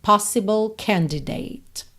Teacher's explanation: Possible é uma palavra que tem a sílaba tônica na primeira sílaba